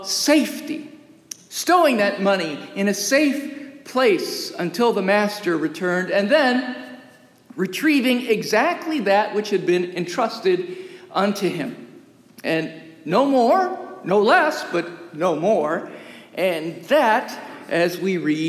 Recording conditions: large echoing room